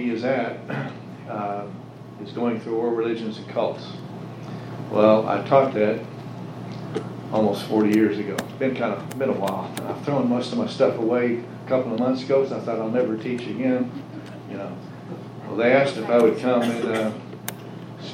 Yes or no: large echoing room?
yes